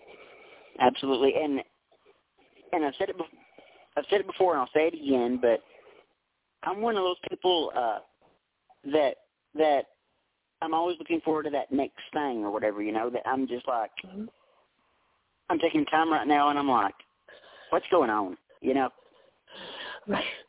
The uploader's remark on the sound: we're opening the phone lines for one hour